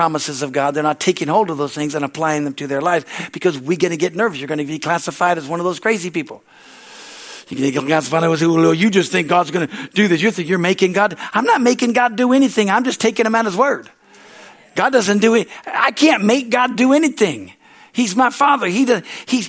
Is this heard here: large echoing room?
yes